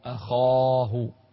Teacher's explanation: وفخم الخاء أخاه في أعلى مراتب التفخيم